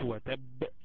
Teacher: الباء دي لما وقفنا عليها بقت ساكنة فتنقلقلها · Term: القلقلة